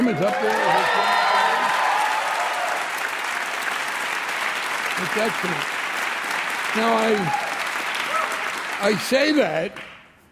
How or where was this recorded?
live audience